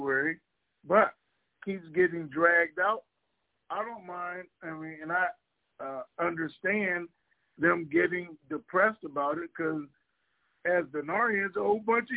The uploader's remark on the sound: TNTSuperfantastic Conference Call.